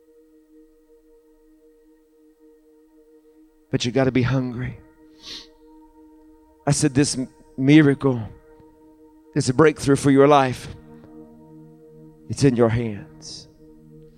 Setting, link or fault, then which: setting, large echoing room